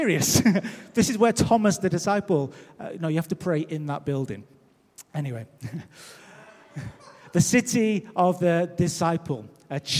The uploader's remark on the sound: Recorded live at Life Church.